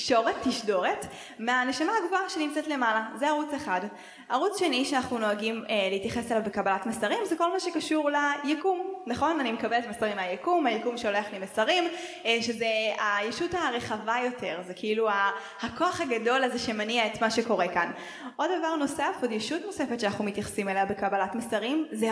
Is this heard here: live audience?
yes